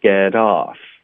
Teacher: Get 跟 off 我们要连读，浊化这个 t 的音